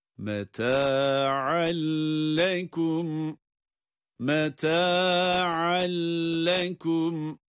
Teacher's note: sanki lam harfinin şeddesi varmış gibi. Buna biz idgamı bilahunne diyorduk, hatırlayınız. · ayın harfi iki üstünüyle, yani üstün tenviniyle lam harfine idgam edilerek okumaktayız. Evet, lam harfine idgam edilerek okunmakta ve biz de öyle okumaktayız.